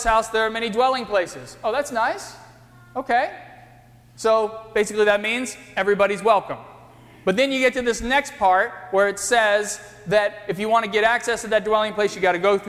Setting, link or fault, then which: setting, large echoing room